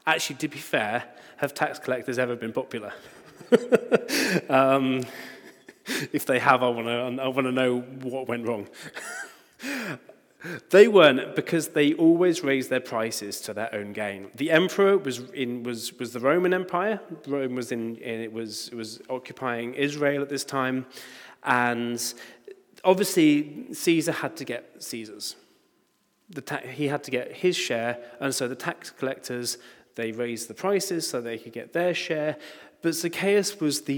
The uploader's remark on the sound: Recording from Immanuelskyrkan Skövde.